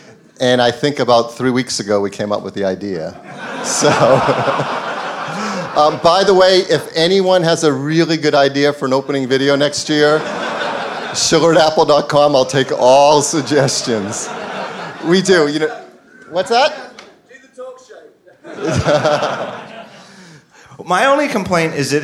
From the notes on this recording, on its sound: Live From WWDC 2015. Recorded in front of a live audience at Mezzanine in San Francisco.